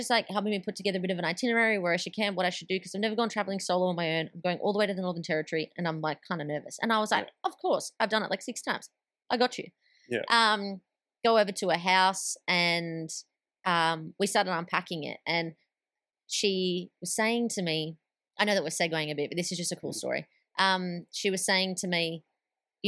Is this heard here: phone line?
no